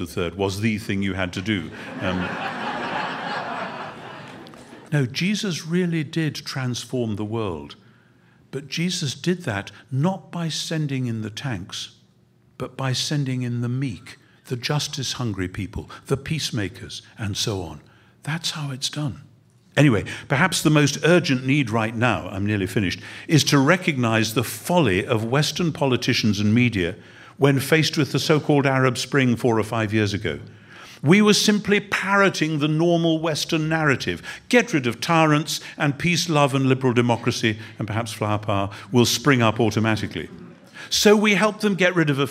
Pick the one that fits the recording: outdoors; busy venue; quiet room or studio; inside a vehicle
busy venue